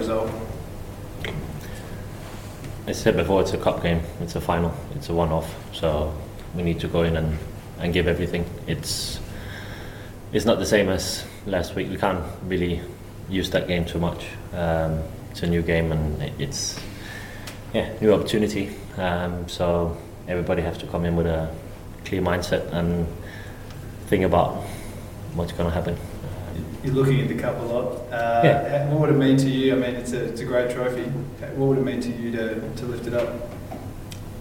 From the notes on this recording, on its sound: Pre-match press conference. Speak with media at Coopers Stadium ahead of the FFA Cup Final 2019.